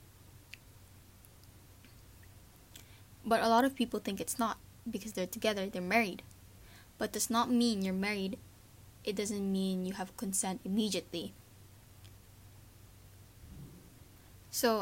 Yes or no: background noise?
yes